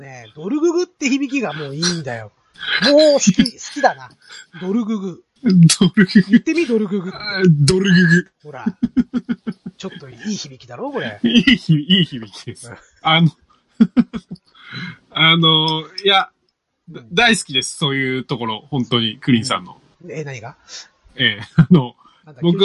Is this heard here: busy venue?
no